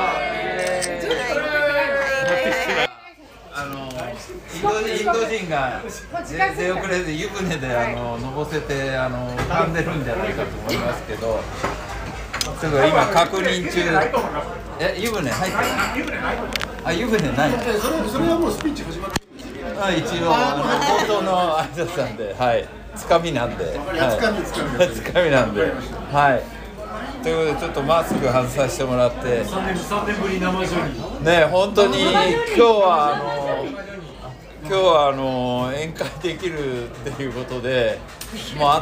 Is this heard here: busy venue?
yes